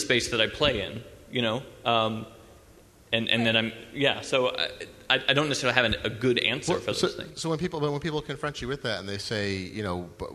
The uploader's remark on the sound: Live from XOXO 2014. Live on stage at the XOXO 2014 festival in Portland, Oregon, as part of the Story evening.